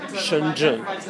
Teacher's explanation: Yeah, but the sh, you put the tongue in the back of your throat, it's a retroflex